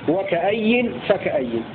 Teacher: وقرأ الباقون وكأي فكأي بهمزة بعد الكاف بدون مد وبعدها ياء مكسورة مشددة